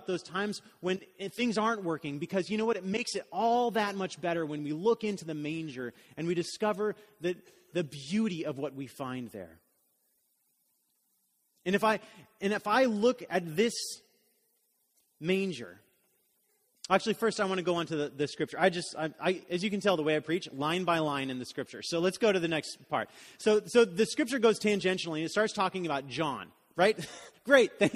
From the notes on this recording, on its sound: Message was delivered during the Contemporary Worship service.